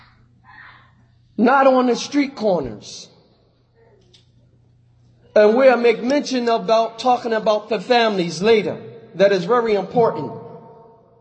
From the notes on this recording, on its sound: Lecture given at Masjid Nur Allah, Queens, NY